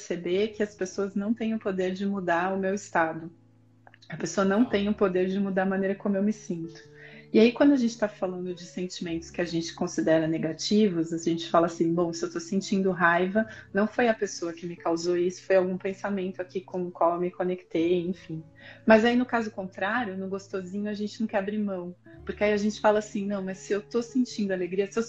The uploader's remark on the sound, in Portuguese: Este episódio foi uma live no Instagram